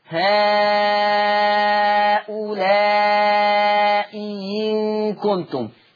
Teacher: أبدل الهمزة الثانية ياء خالصة مكسورة